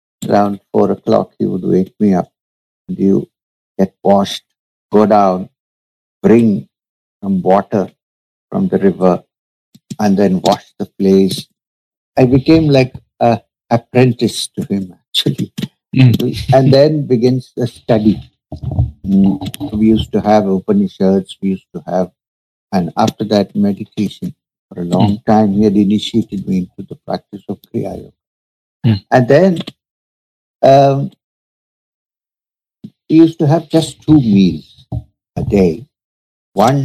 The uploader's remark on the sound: We had some audio issues on this episode